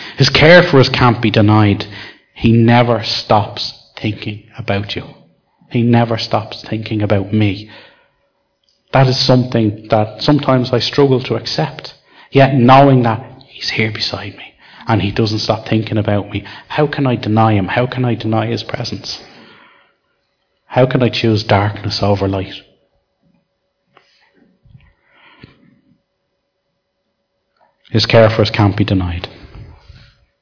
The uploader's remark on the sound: Recorded live in Liberty Church on 14th July 2019